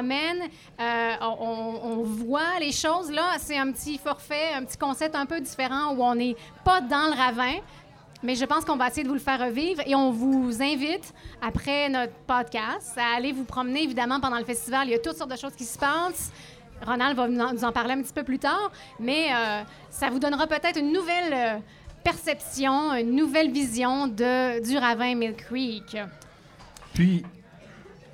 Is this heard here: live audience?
yes